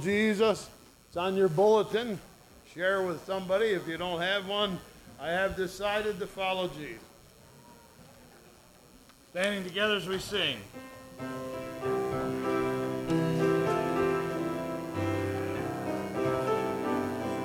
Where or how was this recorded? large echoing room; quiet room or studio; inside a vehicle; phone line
large echoing room